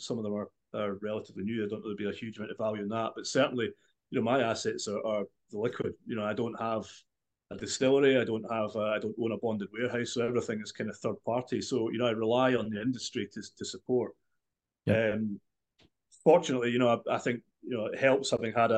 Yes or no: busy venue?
no